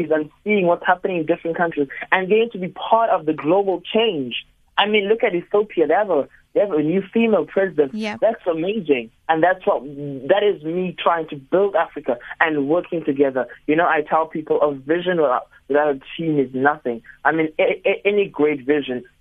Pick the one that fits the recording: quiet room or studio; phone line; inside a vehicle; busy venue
phone line